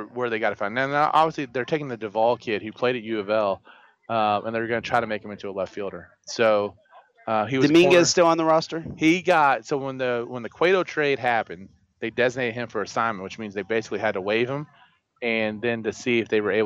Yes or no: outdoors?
yes